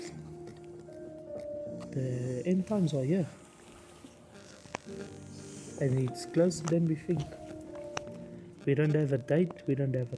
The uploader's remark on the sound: We apologize for the background noise, we are doing our best to improve it in future episodes for YOU.